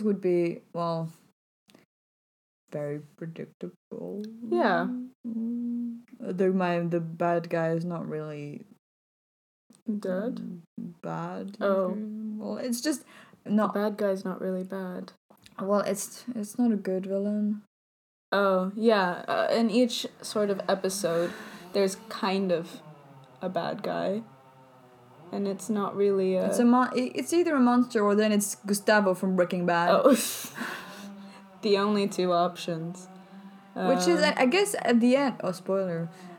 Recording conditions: sounds in the background